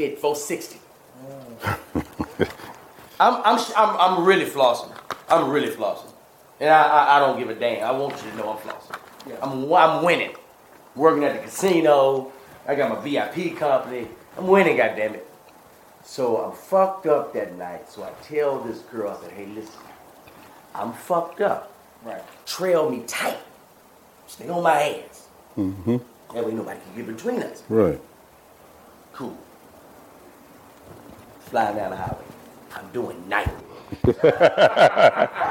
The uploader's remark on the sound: These were episodes that were recorded when we first started, but had too many issues like bad audio, camera problems, or pending legal charges.